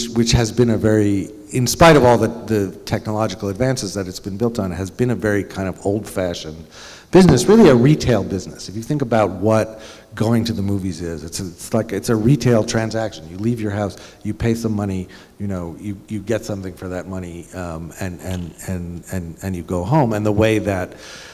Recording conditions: busy venue